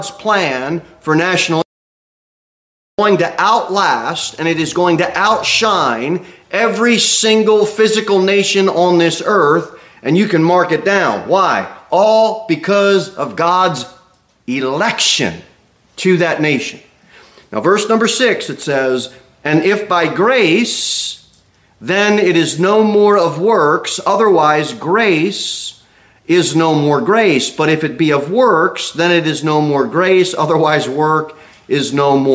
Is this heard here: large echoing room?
yes